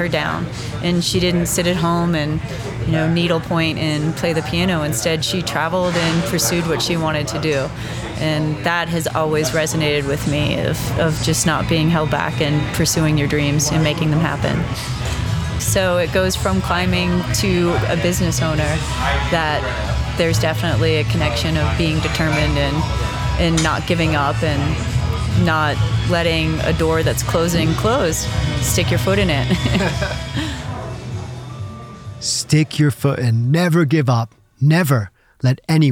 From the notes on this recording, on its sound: On Location in Rocky Mountain National Park, Colorado. We visit her new restaurant Bird & Jim.